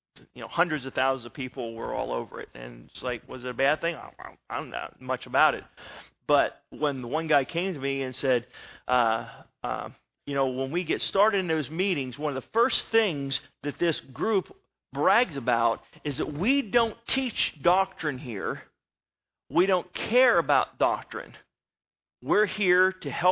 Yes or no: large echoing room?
yes